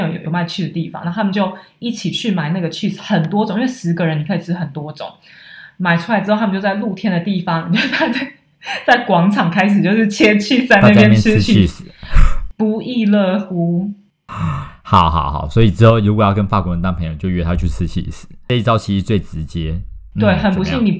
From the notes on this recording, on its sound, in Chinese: 在他六嬸婆家錄音，錄音品質較差，請大家見諒。